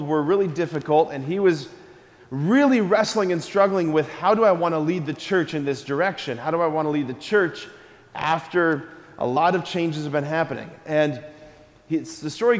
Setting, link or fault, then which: setting, large echoing room